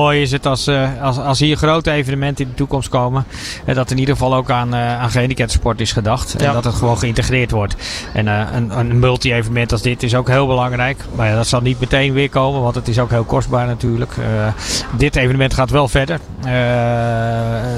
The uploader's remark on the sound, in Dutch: ALLsportsradio LIVE! vanaf de European Para Championships!